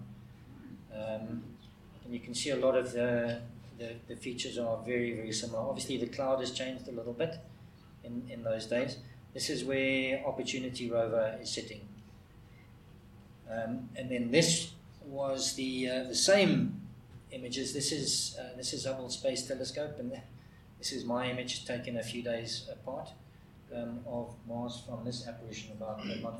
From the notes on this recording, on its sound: This episode is the fourth in the ScopeX 2018 Public Lecture series